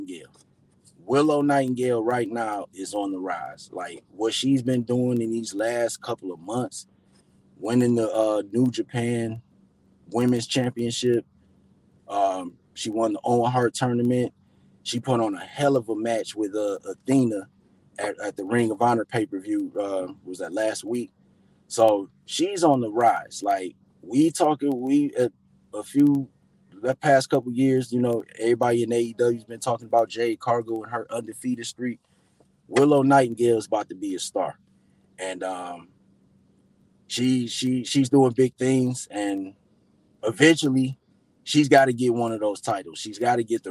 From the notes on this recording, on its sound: I did this episode from my car